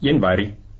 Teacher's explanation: Painoton jaa ääntyy usein iinä